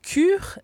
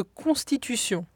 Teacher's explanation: Le premier est un palatal, bien articulé sur le sommet du palais. Et le second, vélaire, plus subtil sur le voile du palais.